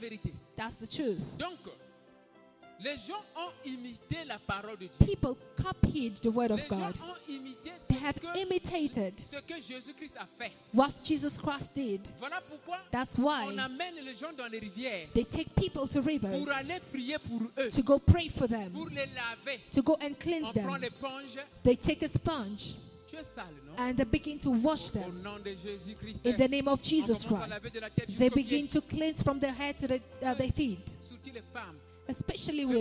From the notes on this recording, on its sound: Sunday Live Service